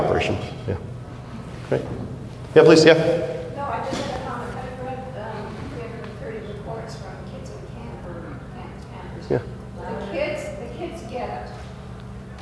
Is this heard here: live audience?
yes